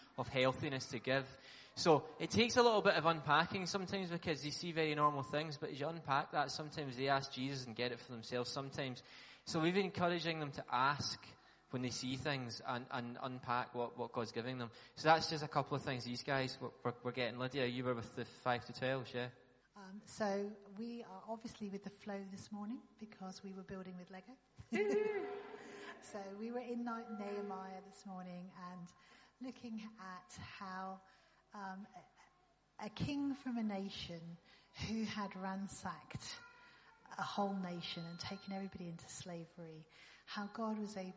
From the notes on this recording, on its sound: talk from the transform conference